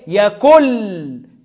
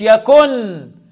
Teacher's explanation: النون الساكنة بعدها لم إدغام بغير غنة · Shown in: first take